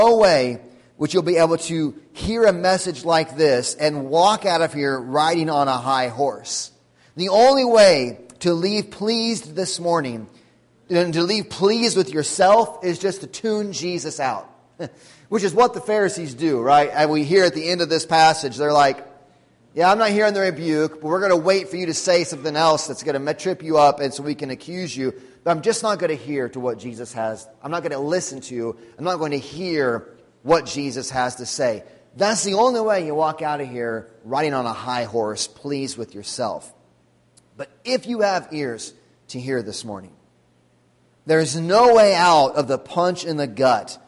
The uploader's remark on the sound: Sunday Morning Sermon Audio